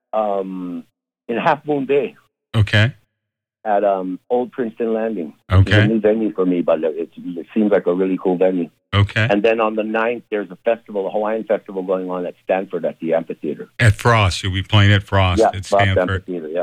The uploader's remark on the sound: chats by phone